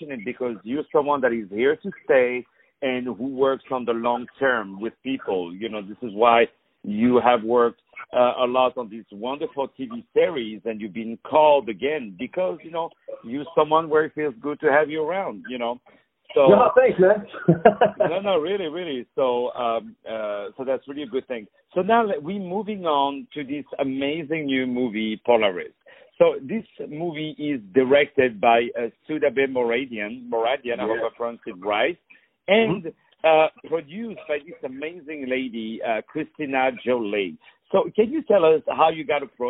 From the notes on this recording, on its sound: On the phone